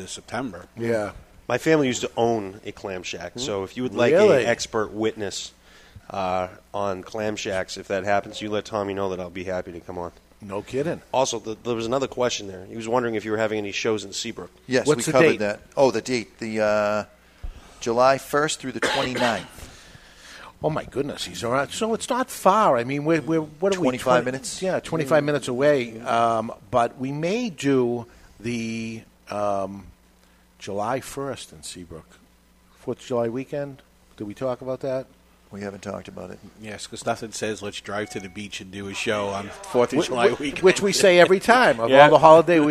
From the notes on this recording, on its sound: live from Two Guys Smoke Shop in Salem, NH